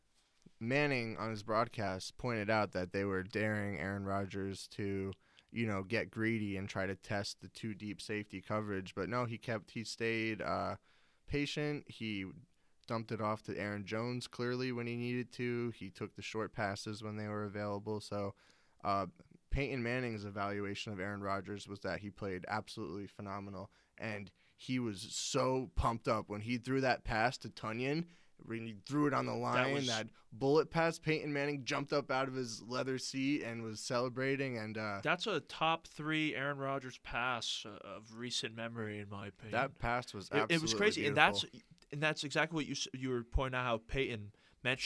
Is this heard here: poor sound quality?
no